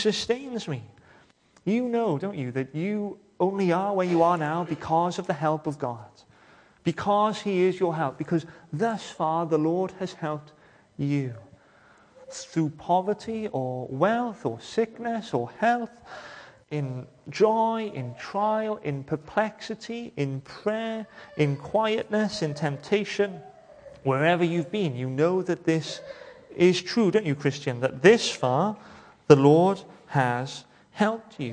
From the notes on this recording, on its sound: welcome to Bethel Evangelical Church in Gorseinon and thank you for checking out this weeks sermon recordings